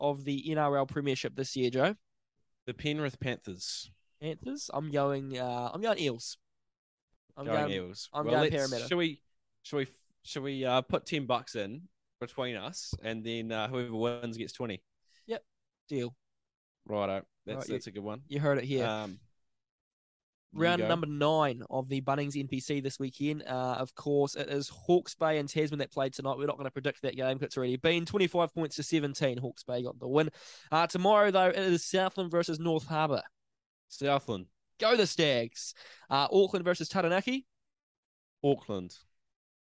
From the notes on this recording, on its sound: Link up over zoom.